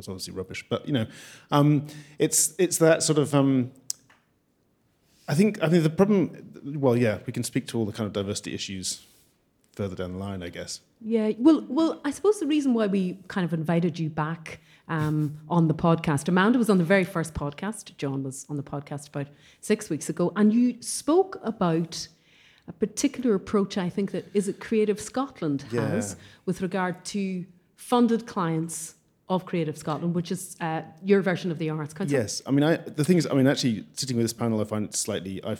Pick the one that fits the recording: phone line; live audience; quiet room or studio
live audience